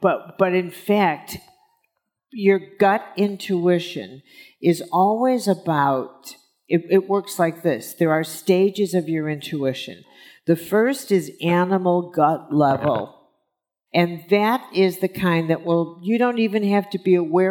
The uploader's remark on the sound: on stage at In goop Health